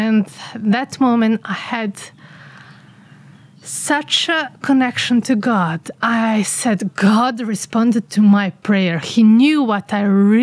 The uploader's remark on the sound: Recorded outside in our garden here in the village of Čardačani. You'll also here "village sounds" during the podcast.